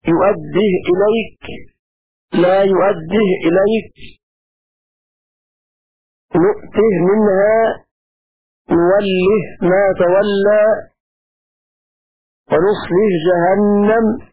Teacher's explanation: قرأ أبو عمرو بإسكان الهاء في الكلمات التي قرأ قالون لكسرها بدون ياء الصلة